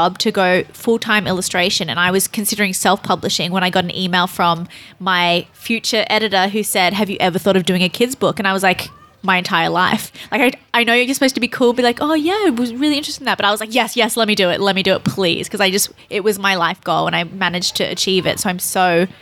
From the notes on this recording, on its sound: Scribblers Festival 2019. These are recordings from our Conversation Caravan over the Family Weekend.